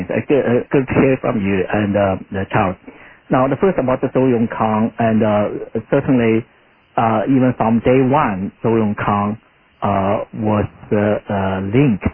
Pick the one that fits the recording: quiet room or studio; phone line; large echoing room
phone line